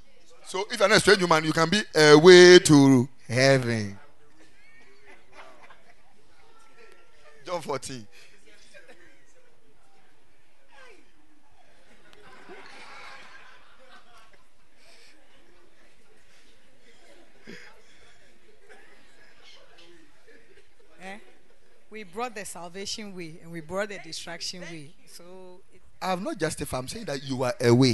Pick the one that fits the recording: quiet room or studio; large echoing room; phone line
large echoing room